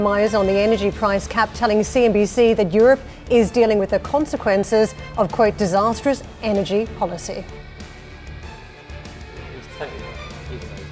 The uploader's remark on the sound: We are live in Prague at the inaugural summit of the European Political Community